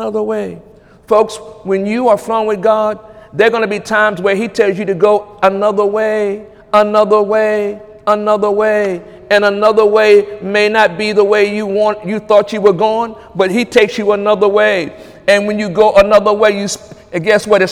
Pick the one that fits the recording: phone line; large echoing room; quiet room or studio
large echoing room